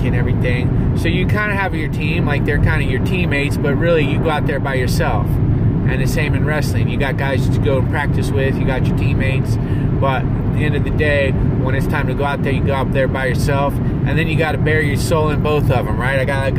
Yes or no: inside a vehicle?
yes